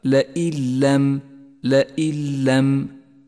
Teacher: ثم لاحظ بعده مباشرة حكم الإدغام بلا غنة عند قوله تعالى: قالوا لئن لم. النون الساكنة وبعدها حرف اللام، تسقط النون من اللف، ولذلك هي رمادية اللون وتشدد اللام التي بعدها